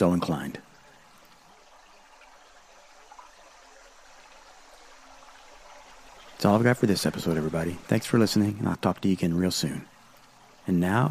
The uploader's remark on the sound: Field Recording: Landscape Photography at a Waterfall Deep in the Appalachian Mountains. A field recording: the sounds of hiking to make landscape photographs deep in the primordial forests of Eastern Kentucky. Røde Video Micro.